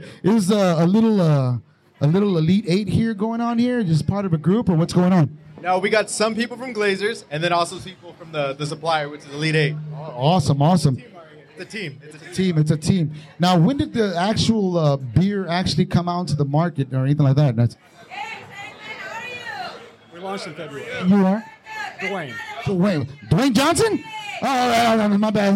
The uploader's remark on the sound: Live from The Craft. We got fans on the Pod.